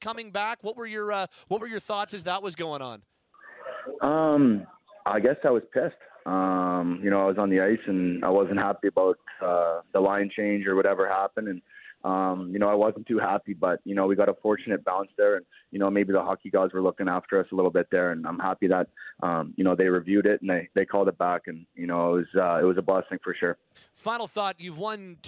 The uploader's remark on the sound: we open up the Phone and Text lines to let your hot takes fly!